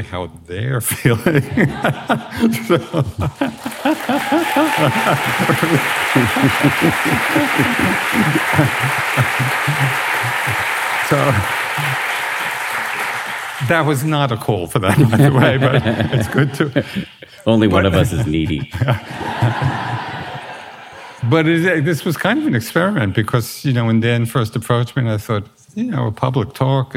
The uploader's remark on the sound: This is our first podcast recording of a live show. We recorded this at the Armory in Boston in front of a sold out crowd.